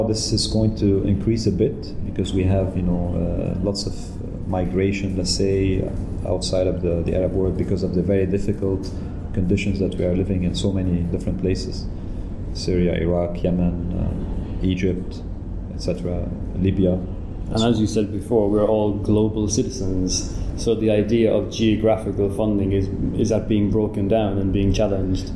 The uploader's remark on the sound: This interview was recorded at the World Summit on Arts & Culture in Malta organised by IFACCA and Arts Council Malta.